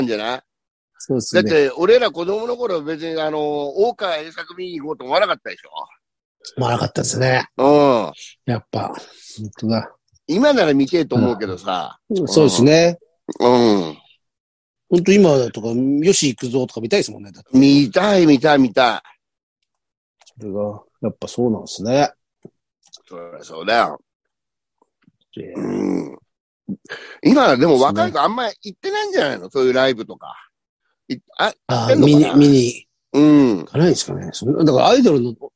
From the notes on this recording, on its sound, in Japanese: ZOOMで収録